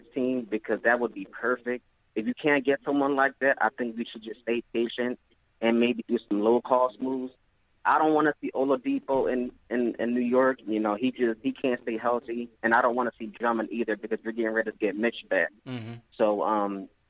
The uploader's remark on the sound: take live phone calls from fans around the world